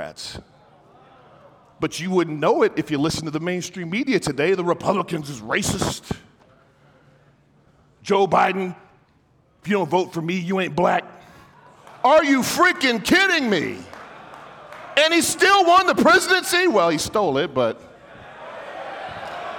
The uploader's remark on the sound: My talk at the Emerge Men Conference